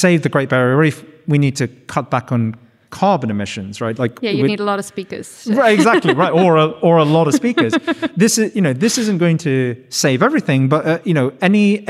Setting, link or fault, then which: setting, live audience